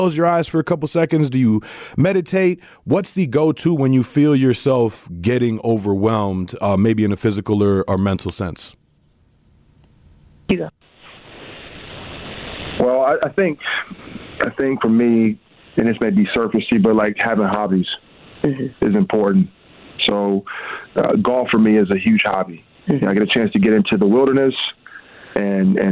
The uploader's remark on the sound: call in to MKE in the Morning